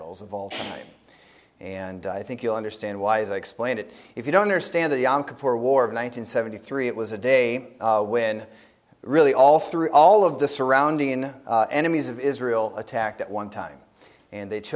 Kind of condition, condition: setting, large echoing room